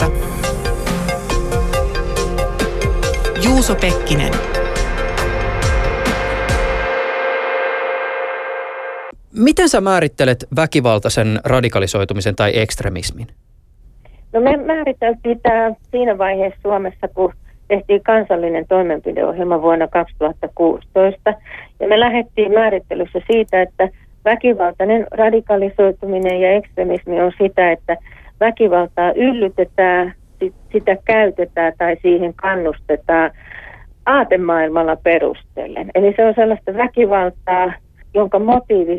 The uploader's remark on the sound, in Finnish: Lisäksi puhelimessa on sisäministeriön poliisiosaston kehityspäällikkö